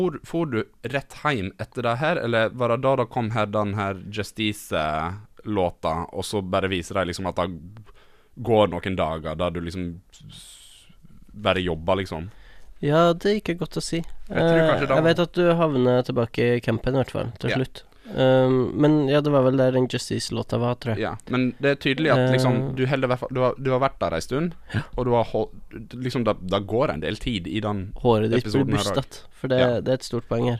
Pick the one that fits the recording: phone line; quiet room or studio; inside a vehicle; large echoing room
quiet room or studio